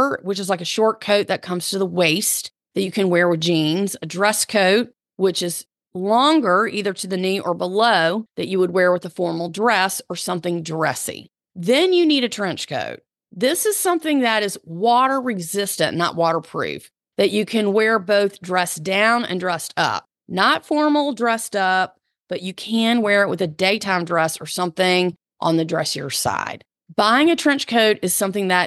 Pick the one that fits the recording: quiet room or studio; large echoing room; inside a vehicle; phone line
quiet room or studio